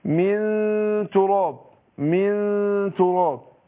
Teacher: اخفيت النون عند التاء مع كون ان الغنة حركتين